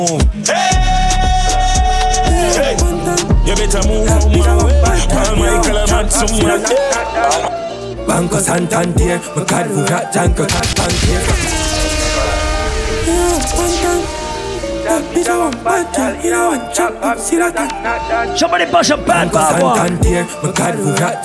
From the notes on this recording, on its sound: LIVE AUDIO. A recording of my set at Island Saturdays.